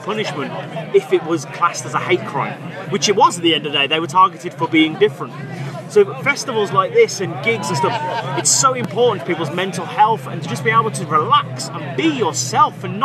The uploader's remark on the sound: From our 'Live from 2000 Trees 2023' series. Their first ever UK festival appearance.